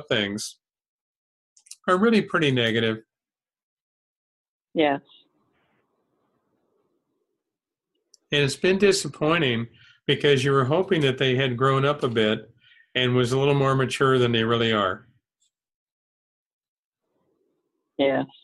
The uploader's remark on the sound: held online via zoom